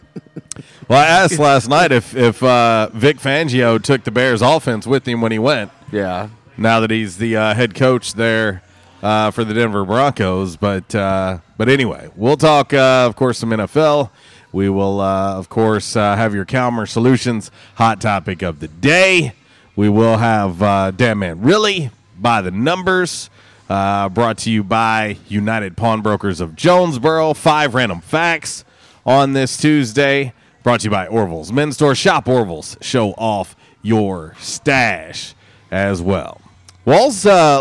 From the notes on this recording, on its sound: LIVE from J’Town’s Grill!